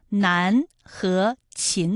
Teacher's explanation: 哪个字是前鼻音呢？答案是南和秦字，它们的韵母分别是安和音